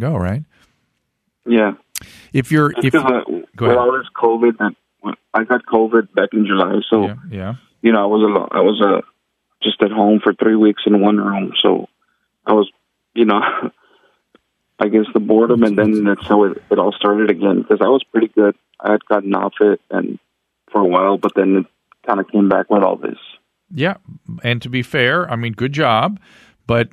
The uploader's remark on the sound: opens up the phone lines and chats with callers